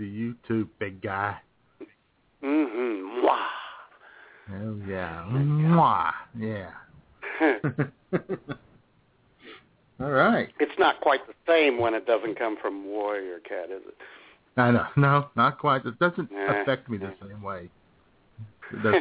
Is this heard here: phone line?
yes